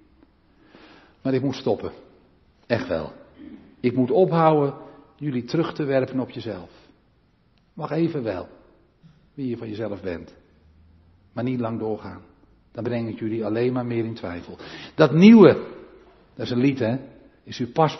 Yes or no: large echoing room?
yes